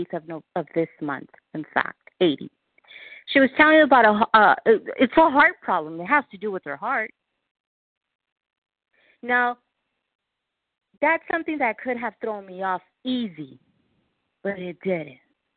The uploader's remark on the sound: 100 Pounders Phone Meeting